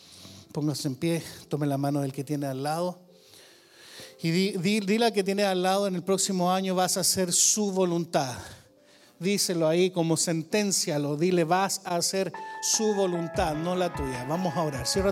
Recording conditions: large echoing room